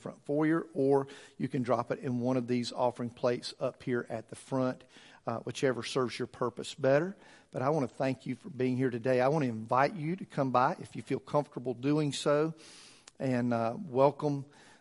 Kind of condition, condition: setting, large echoing room